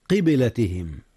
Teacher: قلقلة الباء في قبلة حيث جاءت ساكنة